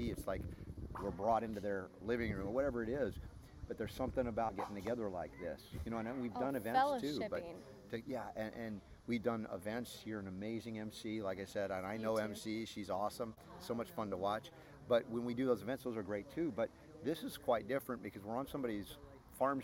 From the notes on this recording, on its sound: On location at Goody Farms in Joplin, MO